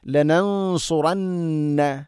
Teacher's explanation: സ്വാദ് ഇസ്തിഅല എന്ന അക്ഷരമാണ്, സ്വരഭാരത്തിൽ ഉച്ചരിക്കേണ്ട അക്ഷരമാണ്, ഗുന്നയും ശ്രദ്ധിക്കണം.